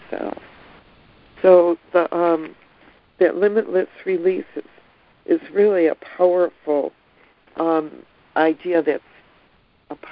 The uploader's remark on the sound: ACIM Daily Conference Call